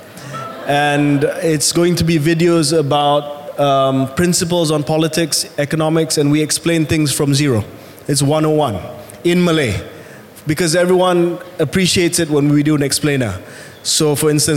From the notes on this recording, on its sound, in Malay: merupakan episod secara langsung di Georgetown Literary Festival, ‘Pulau Pinang’ pada 25 November 2023